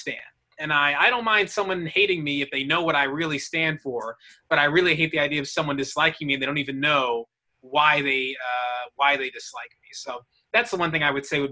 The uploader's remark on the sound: Virtual Live Show